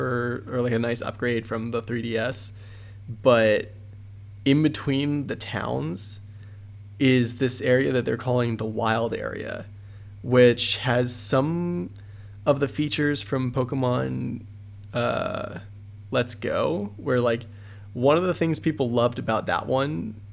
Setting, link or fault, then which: fault, hum or buzz